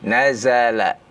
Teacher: huruf zai ya dari bawah gigi seri yang bawah dengan ujung lidah